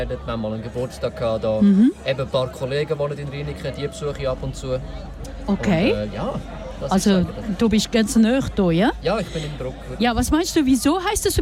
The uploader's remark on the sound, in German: Ein Interview mit einem Fan von Kanal K am kleinLaut Festival. Live vom kleinLaut Festival in Riniken.